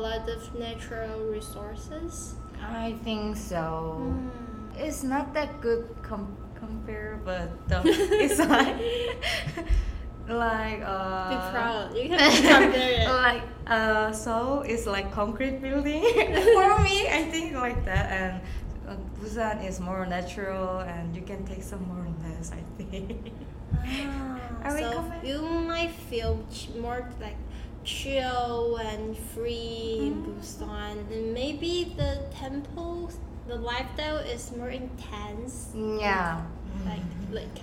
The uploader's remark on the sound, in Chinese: 由於錄音環境限制，這一集雜音比較多，請見諒